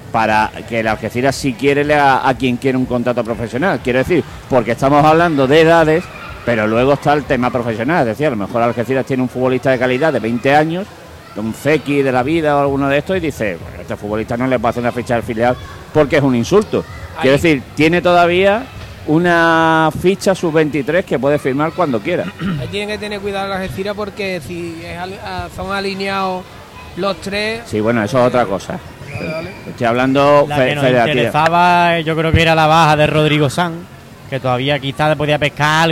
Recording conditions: busy venue